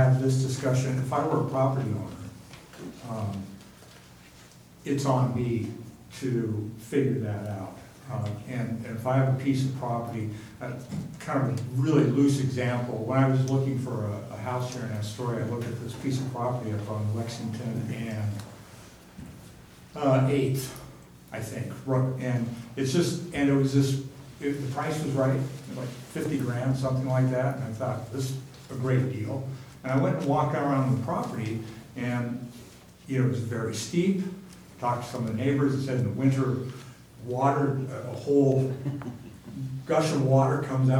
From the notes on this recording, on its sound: Live recording of Astoria City Council meeting. Held in council chambers at 1095 Duane Street, 7 pm. This recording begins slightly after the opening gavel.